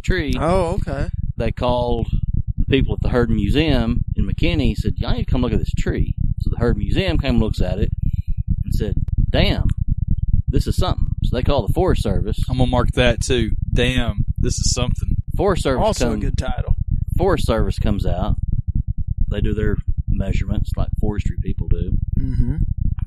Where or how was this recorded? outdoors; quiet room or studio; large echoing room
outdoors